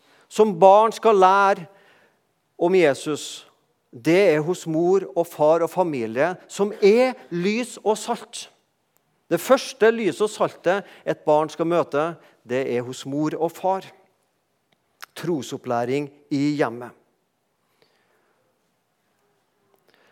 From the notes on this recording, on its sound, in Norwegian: talte på gudstjenestei Misjonshuset